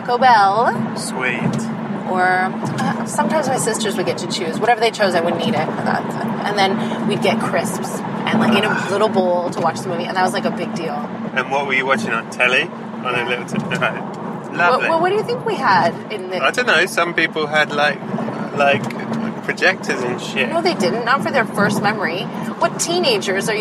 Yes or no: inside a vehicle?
yes